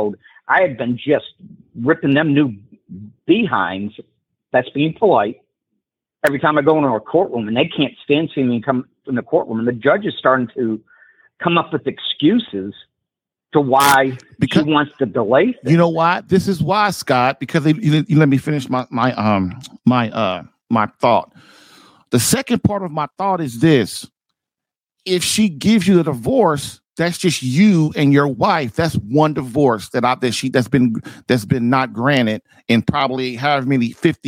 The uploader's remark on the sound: Catholic Alpha Radical LIVE Show. Plus, your LIVE calls to answer your Catholic marriage problem questions.